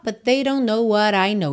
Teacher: Então, but they junta num T só.